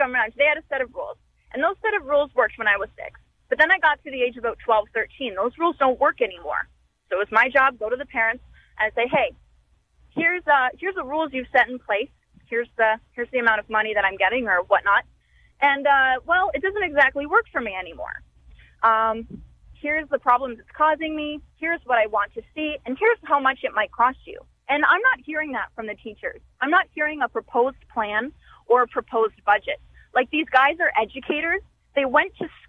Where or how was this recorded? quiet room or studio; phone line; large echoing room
phone line